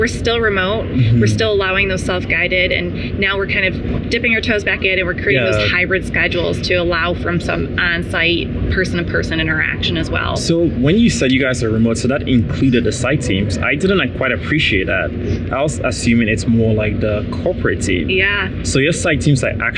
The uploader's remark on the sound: LIVE AT NAA